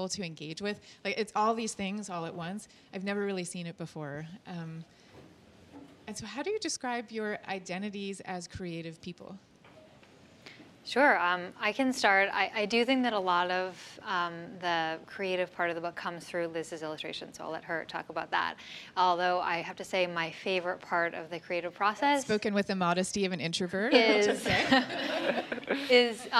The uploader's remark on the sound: Next Big Idea Club event audio